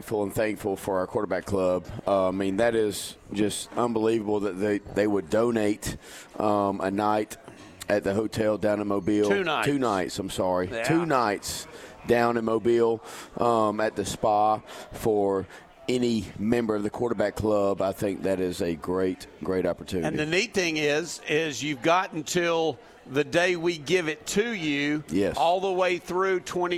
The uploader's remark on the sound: broadcasted from The Market at John Hall Store in Pike Road